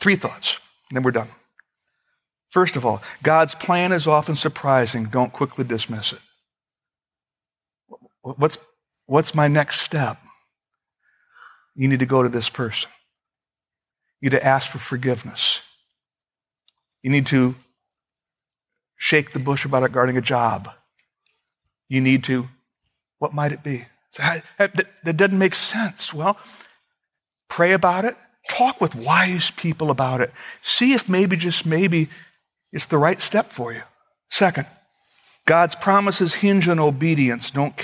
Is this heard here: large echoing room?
yes